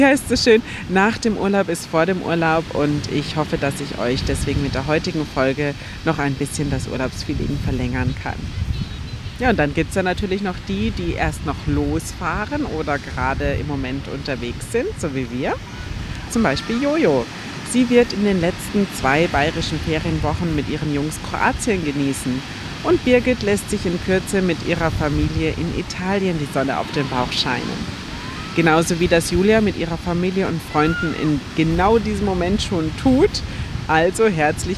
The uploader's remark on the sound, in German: Live vom Strand auf deine Ohren. Mach dich auf Wellenrauschen während der Episode gefasst…